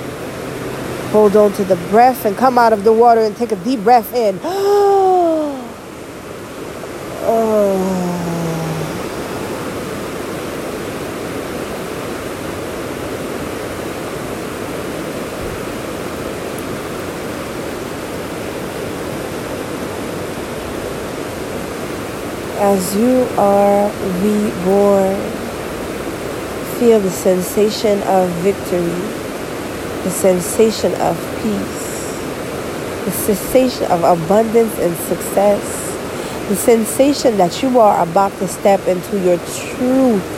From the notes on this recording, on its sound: Today I am in the mountain in the sound & scenery was simply majestic.